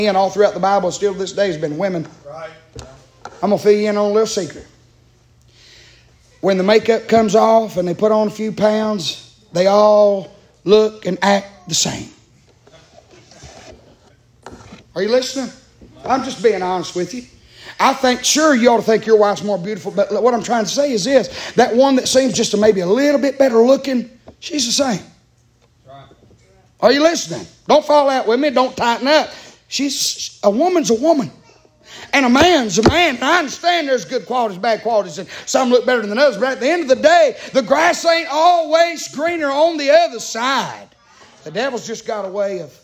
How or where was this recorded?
large echoing room